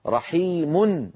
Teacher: ميم مضمومة يتلوها نون لفظا لا خطا · Term: التنوين